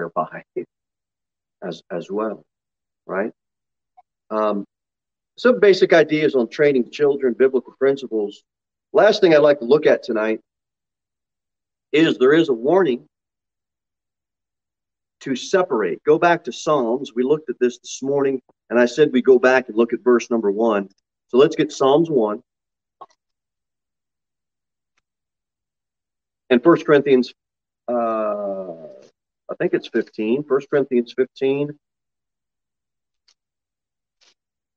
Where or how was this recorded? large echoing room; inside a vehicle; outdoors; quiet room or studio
large echoing room